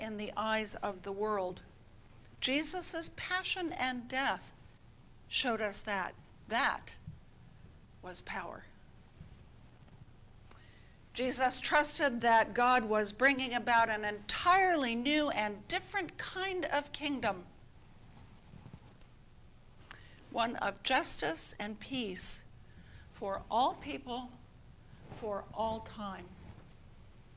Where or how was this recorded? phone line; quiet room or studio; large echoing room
large echoing room